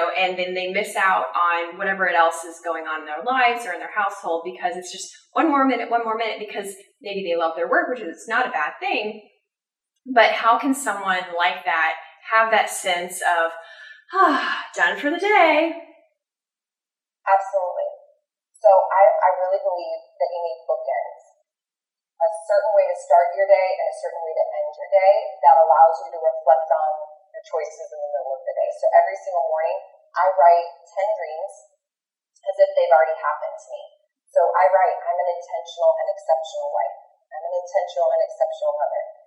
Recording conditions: poor sound quality